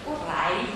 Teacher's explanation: generally, the last little vowel is blurred and the penultimate symbol is drawn out.